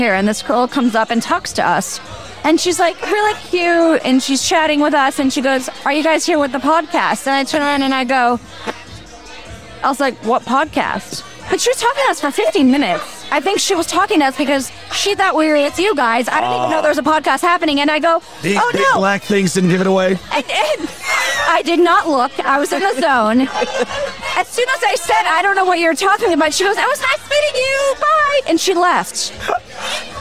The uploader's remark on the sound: To end this bundle of episodes recorded at American Social, we are going out with a bang! Recorded at American Social Las Olas.